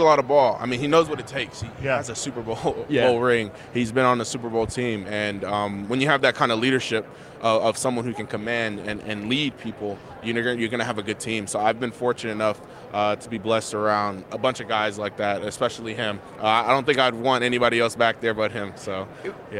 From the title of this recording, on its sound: Live from Super Bowl LVIII